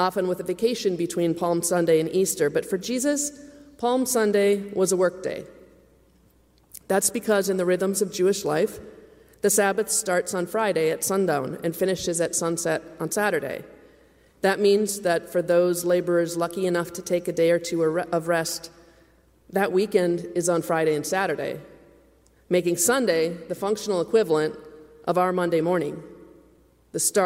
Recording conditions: large echoing room